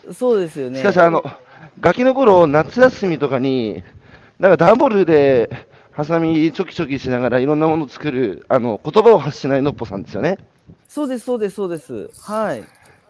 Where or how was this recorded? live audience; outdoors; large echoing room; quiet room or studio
outdoors